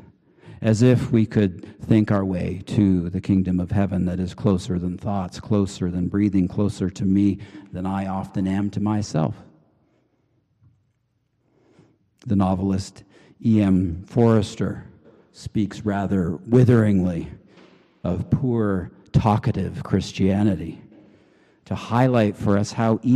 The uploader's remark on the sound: Preached on May 7, 2023 at the Cathedral Church of St. Mark in Salt Lake City.